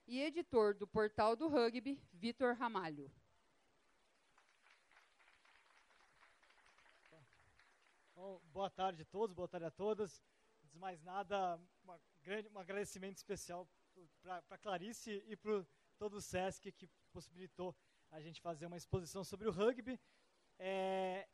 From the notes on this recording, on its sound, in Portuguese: Foi gravado durante a abertura da exposição “Vale do Rugby”, no SESC de São José dos Campos.